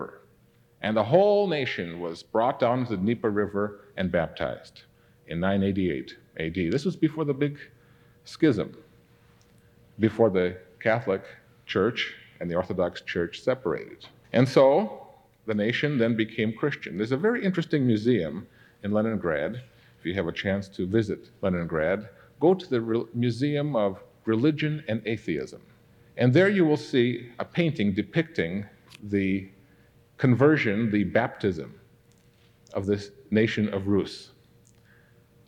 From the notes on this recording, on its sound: This episode was recorded 33 years ago at the Ambassador Auditorium in Pasadena, California.